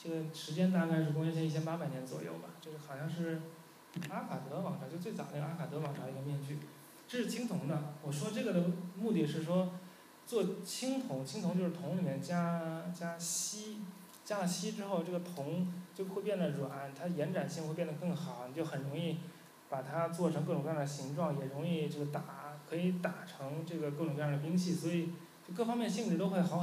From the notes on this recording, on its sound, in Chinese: 10月11日大象沙龙第二期的录音